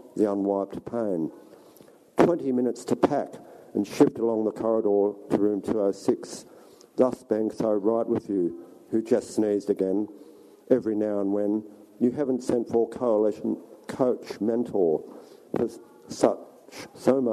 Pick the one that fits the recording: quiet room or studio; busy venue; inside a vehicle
busy venue